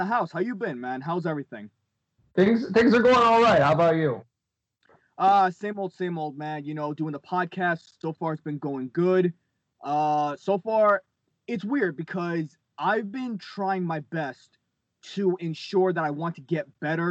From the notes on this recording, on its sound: Warning, first time audio is TERRIBLE on Skype, lol, please bare with it.